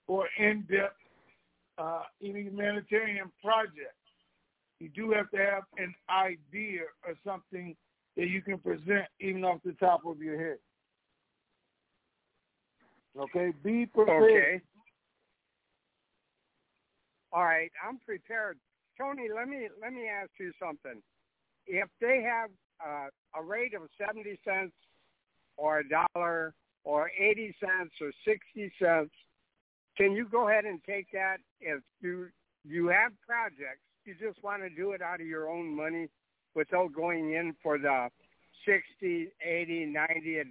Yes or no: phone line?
yes